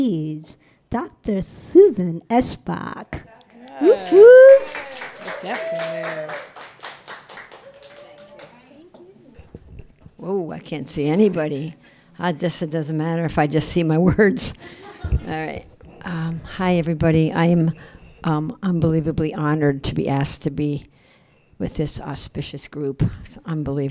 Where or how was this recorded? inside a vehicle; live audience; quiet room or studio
live audience